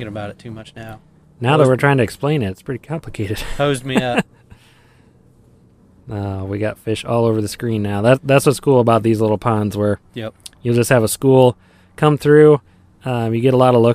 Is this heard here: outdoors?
yes